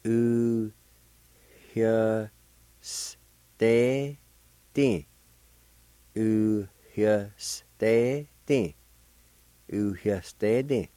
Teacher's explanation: At the beginning of this word, right between the U and the Y, there's a faint H sound like this. U-hya-s-te-ti.